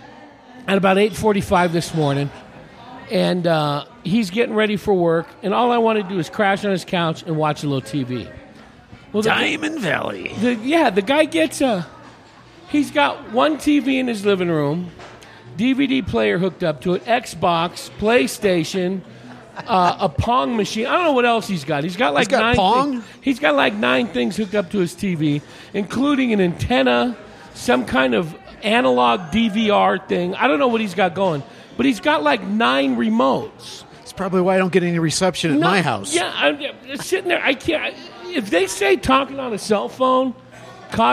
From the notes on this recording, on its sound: This episode was recorded at The Raven Café in Prescott, AZ. This episode was recorded at The Raven Café in Prescott, AZ.